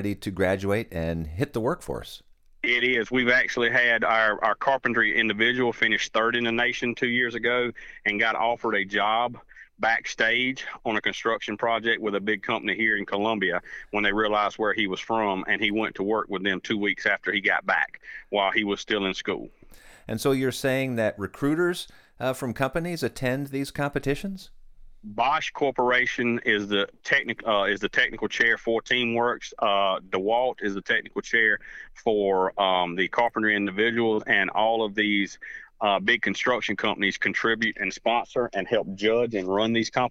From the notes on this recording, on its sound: So today, we have on the phone the director of that program. The Building Construction Program Director at Midlands Technical College in Columbia, S.C.